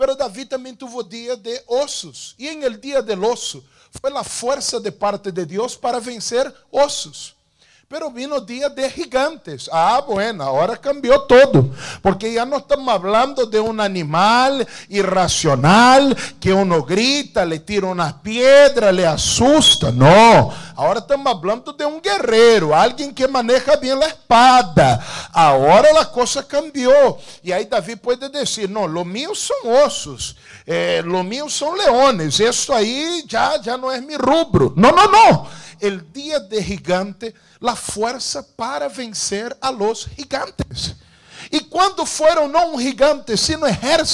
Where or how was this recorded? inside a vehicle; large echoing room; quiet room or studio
large echoing room